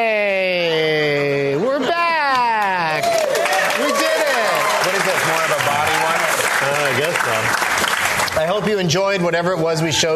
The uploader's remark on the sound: live at Largo